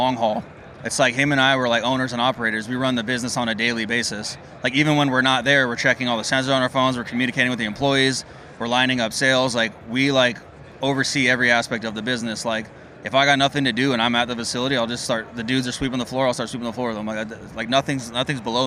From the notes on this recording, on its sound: recorded on site at MJBizCon 2022